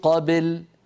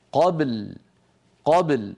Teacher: نقلقل الباء ساكنة ونتبعها بلام ساكنة · Shown in: second take